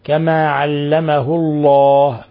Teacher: فخمنا لفظ الجلالة، لأنه غير مسبوق بكسر، وإنما سبقه كما علمه الله ضم، فتفخم اللام.